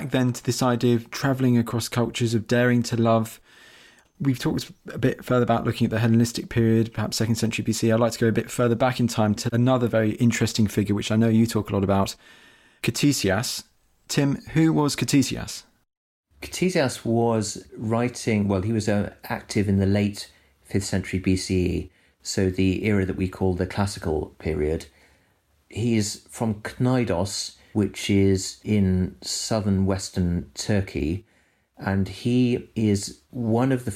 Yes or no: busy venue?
no